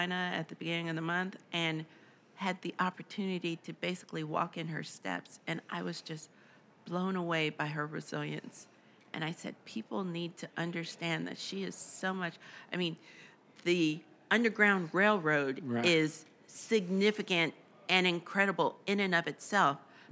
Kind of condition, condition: setting, busy venue